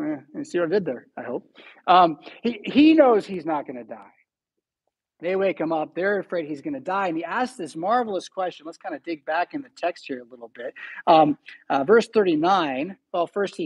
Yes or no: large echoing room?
yes